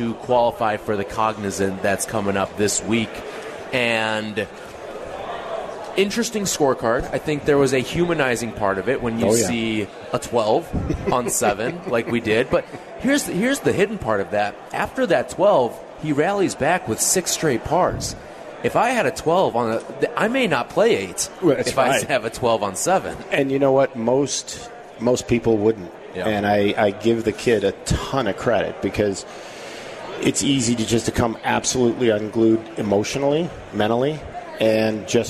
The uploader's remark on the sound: Live in Rosemount, IL, for the Chicago Golf Show.